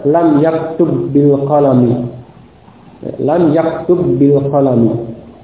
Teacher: Ba pada fi'il yaktubu itu diidghamkan pada ba pada huruf jar. Maka dibaca lam yaktub bil qalami.